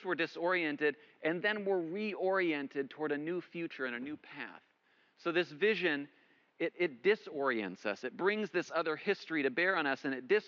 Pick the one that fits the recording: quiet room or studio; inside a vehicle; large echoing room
large echoing room